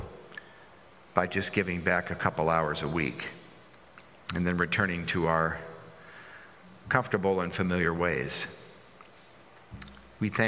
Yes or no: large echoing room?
yes